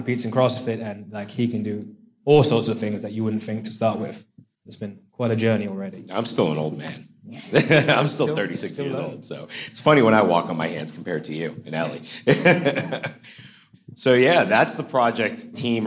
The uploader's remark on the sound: Live From AUK! Q&A With The Students!